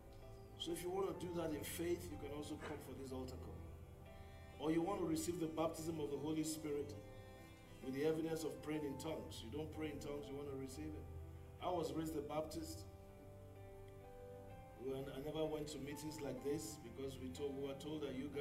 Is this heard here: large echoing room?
yes